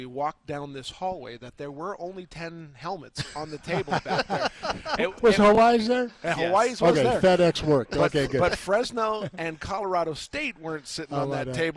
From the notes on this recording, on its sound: during the first day of the Mountain West Conference Media Day at Mandalay Bay in Las Vegas